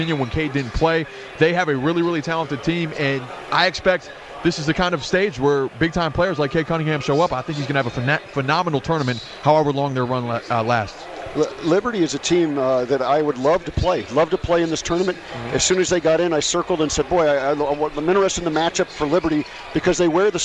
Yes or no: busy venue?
yes